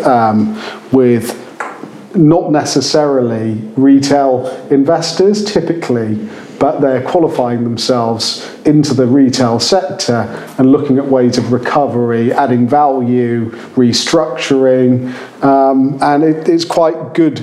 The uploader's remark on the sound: our first LIVE podcast recording